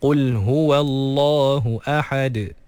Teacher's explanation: Maknanya contoh Qul huwallahu ahad ahad, jadi jangan sampai huruf yang berbaris fathah sebelum huruf yang dimatikan ketika waqaf tu melahirkan huruf alif ataupun ya ataupun waw. Jadi ahad, kena pastikan lepas ha fathah terus matikan dalam huruf dal yang telah disukunkan kerana waqaf